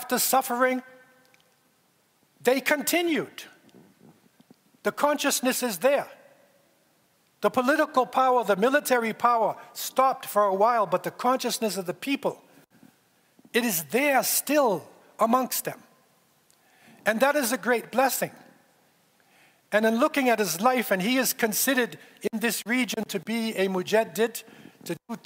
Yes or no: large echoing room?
yes